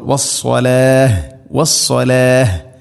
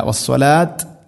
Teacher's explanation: വസ്സലാത്ത് എന്നല്ല, വസ്സലാത്ത് അങ്ങനെയല്ല, വസ്സലാഹ്. ഹാഇന് സുക്കൂൻ നൽകിക്കൊണ്ടുള്ള വഖഫാണ് വേണ്ടത്. · Shown in: first take · വ ഇന്നഹ നൂൻ ശദ്ദ് മണിക്കണം.